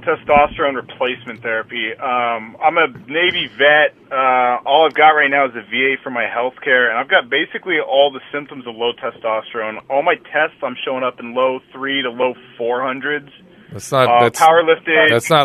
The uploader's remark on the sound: turns to the phones and speaks to callers